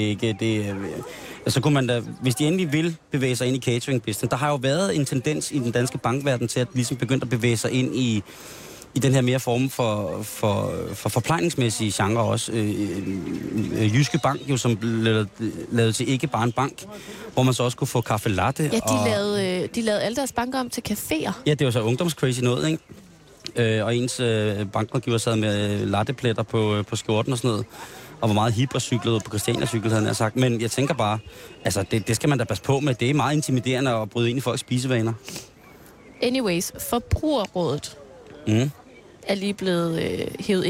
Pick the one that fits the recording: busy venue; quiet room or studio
busy venue